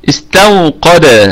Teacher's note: نراعي فيها الرخاوة والهمس والصفير، هذه ثلاث صفات قوي يعني واضحة في هذا الحرف، نراعي فيها الرخاوة والهمس والصفير، تمام. · استوقد، هذه الواو فيها شغل، عايز نخلي بالنا منها شوية. هذه الواو حرف لين لأنها ساكنة وما قبلها مفتوح، ساكنة وما قبلها مفتوح، وطبعا هي ليست الحرف قبل الأخير فيستحيل أن تكون عارضة للسكون، فهنا لن تكون حرف مد مطلقا.